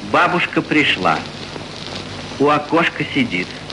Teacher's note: здесь в конце бабушка и окошко, мы слышим более открытый звук, но не достигающий силы «а». Если мы произнесли бы с настоящим «а», пришла бабушка, села у окошка, это было бы неприятным отчеканиванием.